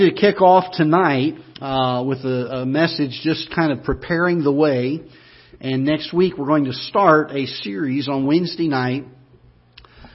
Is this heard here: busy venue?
no